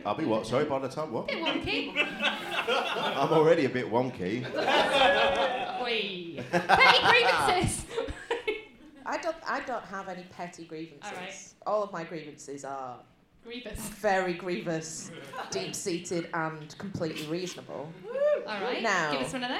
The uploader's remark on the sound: Recorded LIVE at King's Place in London.